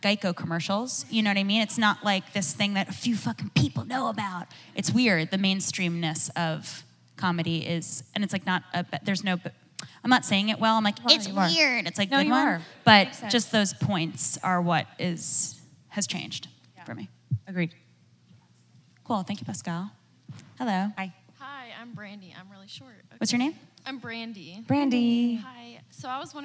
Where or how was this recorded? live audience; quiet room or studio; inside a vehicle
live audience